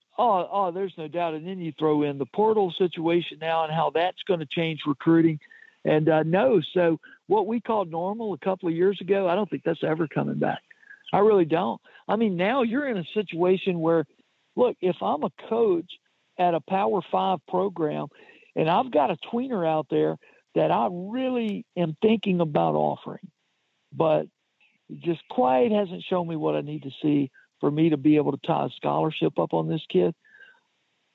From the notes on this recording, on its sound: joins on the Modern Woodmen phone line